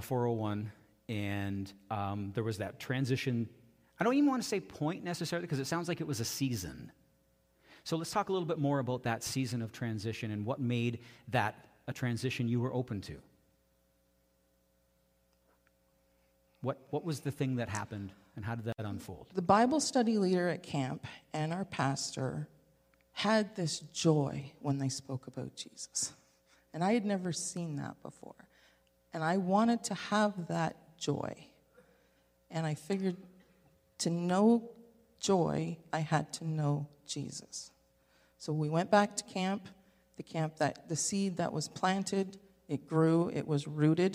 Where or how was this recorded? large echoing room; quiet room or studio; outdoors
large echoing room